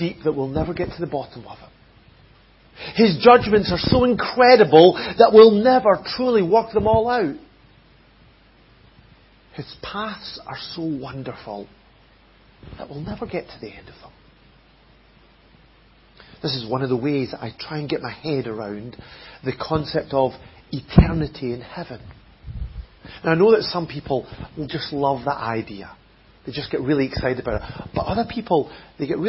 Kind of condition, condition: setting, large echoing room